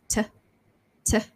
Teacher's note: when you say t, you should feel a pop of air coming out of your mouth. · Term: t ending